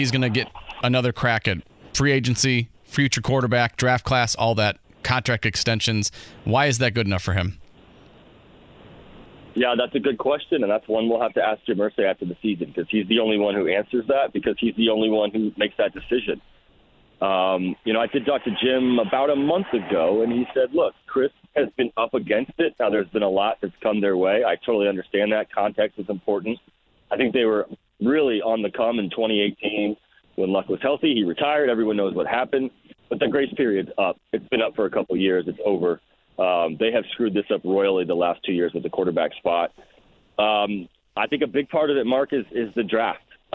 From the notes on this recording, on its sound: They then turn to the phone lines, and talk to listeners